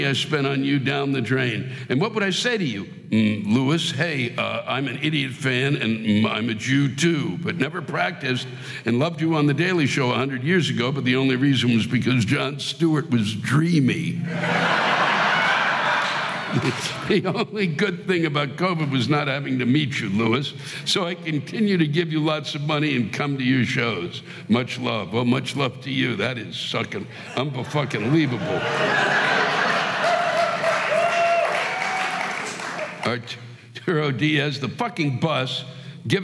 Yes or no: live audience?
yes